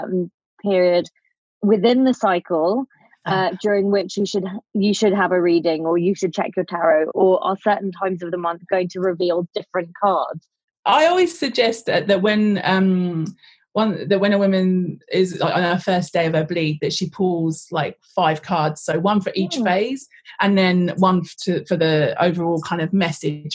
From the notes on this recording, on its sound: this episode was recorded via Zoom due to COVID19, so we apologise for any sound issues